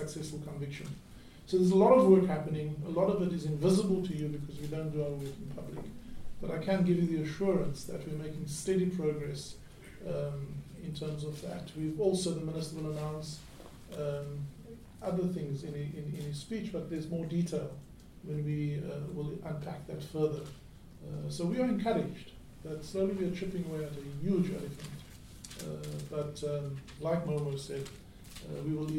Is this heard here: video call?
no